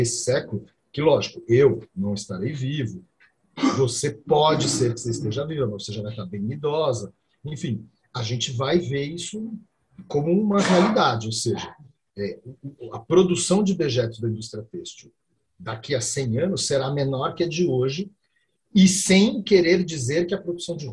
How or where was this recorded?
video call